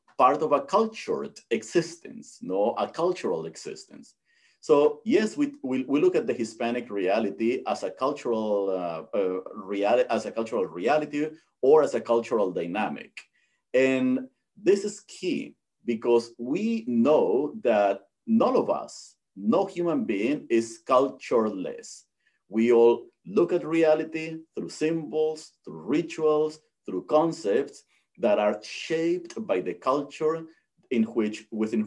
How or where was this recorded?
video call